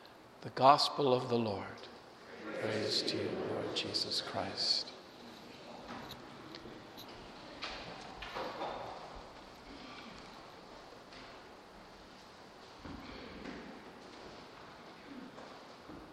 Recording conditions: large echoing room